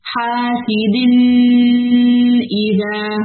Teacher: جو ہے اس کے بعد کا حرف جو ہے حمزہ ہے حمزہ حلق سے نکلتا ہے اس لیے ہم غنہ نہیں کرتے